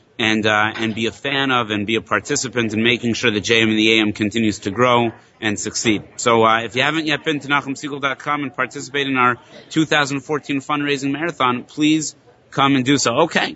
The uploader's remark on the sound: Live from the Innovation in Jewish Education Conference